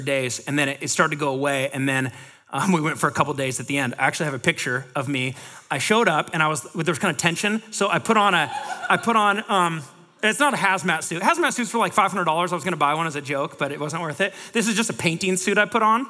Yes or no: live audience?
yes